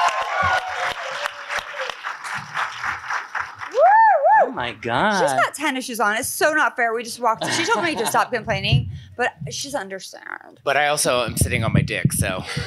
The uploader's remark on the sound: Live at RuPaul's DragCon 2019!!! Recorded in front of a live studio audience.